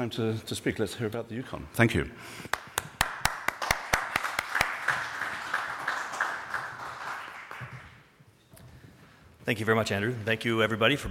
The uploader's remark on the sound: This episode features the Yukon Territorial Panel at The Northern Miner’s annual Canadian Mining Symposium held at Canada House in London, U.K., earlier this year.